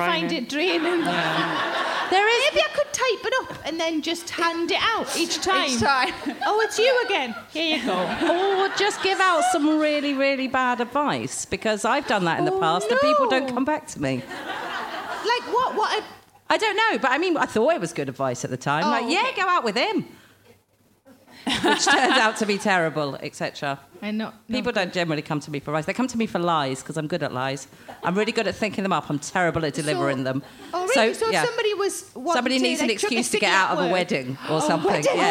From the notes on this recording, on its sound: Recorded at the Leicester Square Theatre, London on July 18, 2017.